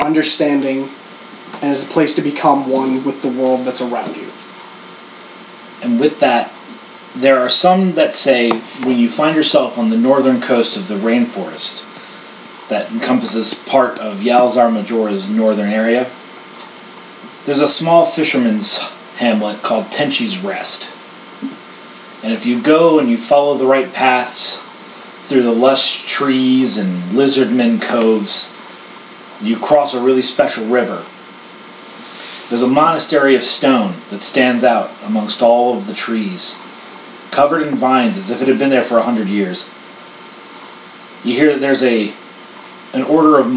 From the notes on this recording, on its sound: The audio is good quality as we are in person but there is a white noise that i could not remove.